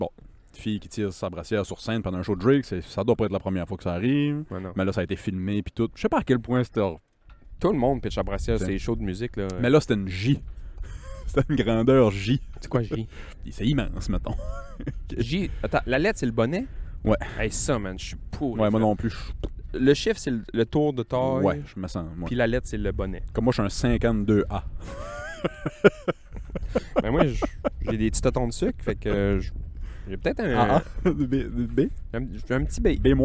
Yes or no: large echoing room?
no